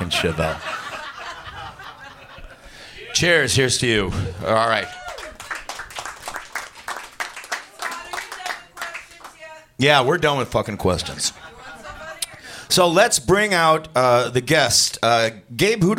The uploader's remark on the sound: This episode recorded LIVE at Gman Tavern in Chicago, IL.